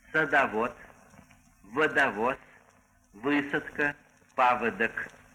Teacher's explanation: В остальных же неударяемых слогах на месте «а» и «о» произносится редуцированный, то есть полуглухой, неясный звук, похожий на «ы».